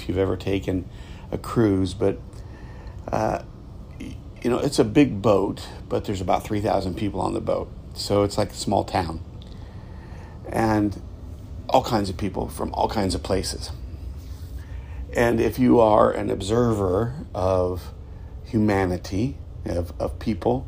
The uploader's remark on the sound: This episode was recorded from a moving ship on the Caribbean Sea.